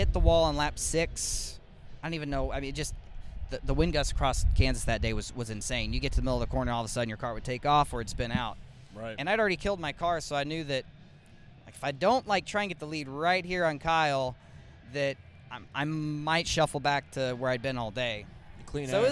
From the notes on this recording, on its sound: Garage Talk LIVE and in-person from Daytona International Speedway during Next Gen Testing